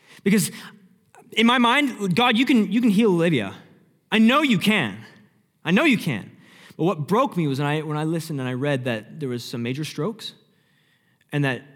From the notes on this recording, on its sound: Sermon Audio From Northview Young Adults